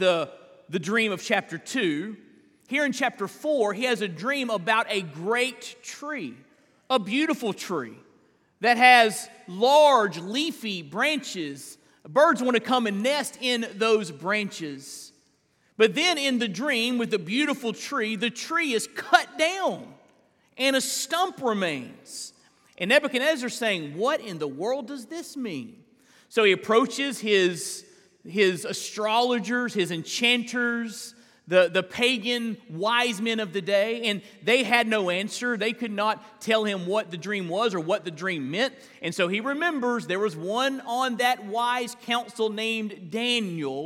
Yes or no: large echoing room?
yes